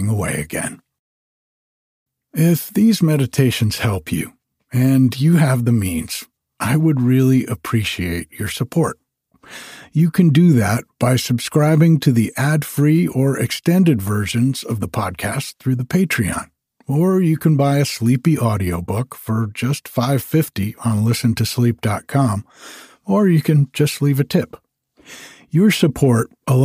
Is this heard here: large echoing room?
no